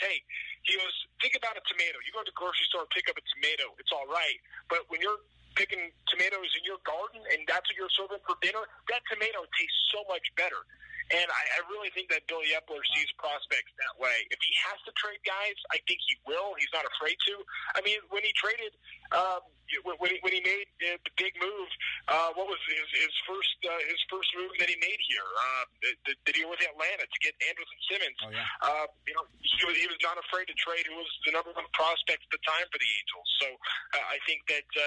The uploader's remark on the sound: Phone Interview wih AM 830, and a in studio interview with Inland Empire 66ers Coordinator of Promotions.